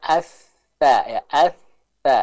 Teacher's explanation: Dengan mempertemukan ujung lidah kita dengan ujung gigi seri bagian atas. · Term: huruf Tha